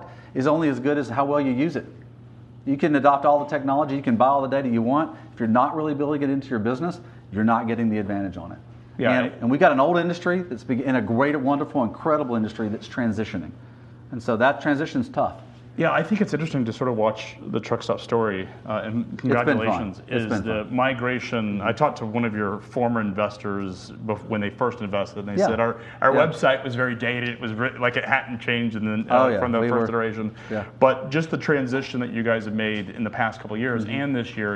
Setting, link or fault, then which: setting, busy venue